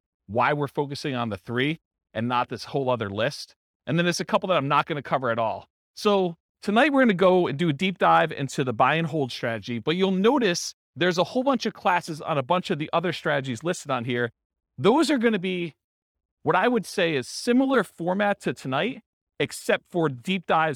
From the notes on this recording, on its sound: This was a live class recorded